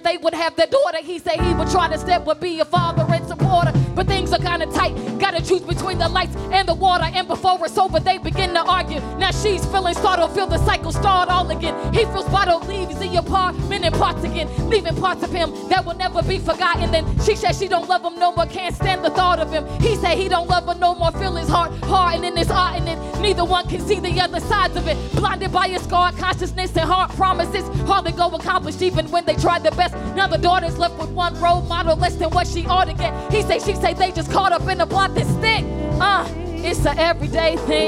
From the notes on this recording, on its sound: During their performance at Square Cat Vinyl during the Virginia Avenue Music Festival. During their performance at Square Cat Vinyl during the Virginia Avenue Music Festival.